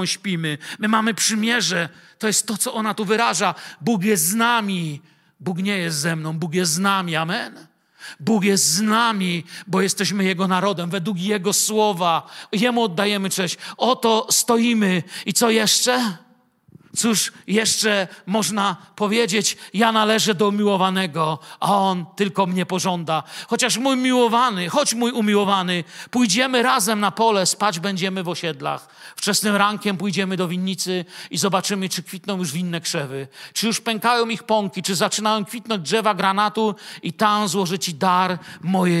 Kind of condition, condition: setting, large echoing room